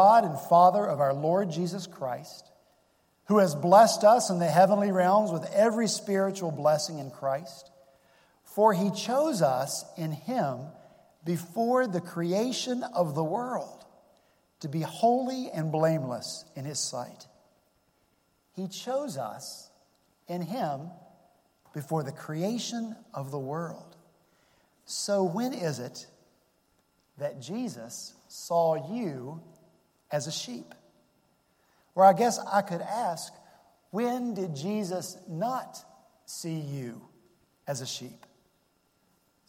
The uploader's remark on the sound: at Redeemer Presbyterian Church in Charleston, SC